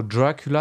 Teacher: le mot Dracula se prononce en accentuant dra. Si on inspecte chaque syllabe, cela fait une syllabe accentuée pour deux syllabes non accentuées.